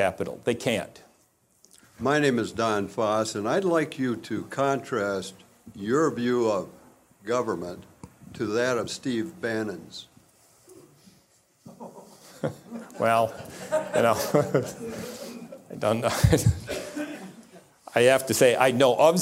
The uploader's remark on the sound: In this episode we bring you an Acton Lecture